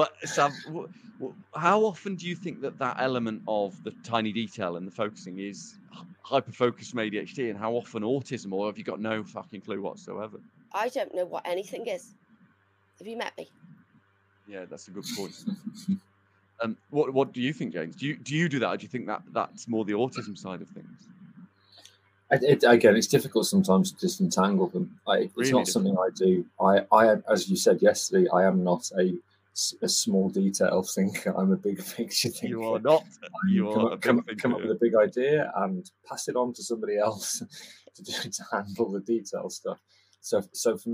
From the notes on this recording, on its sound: the audio for this episode is not perfect